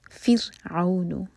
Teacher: را پر سکون ہے، اس سے پہلے کسرا تو را باریک ہوگا